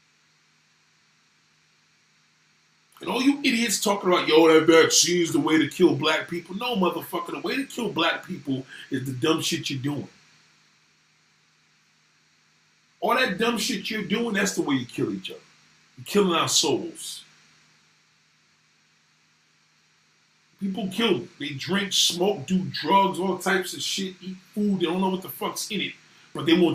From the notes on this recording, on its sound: SORRY FOR THE BAD AUDIO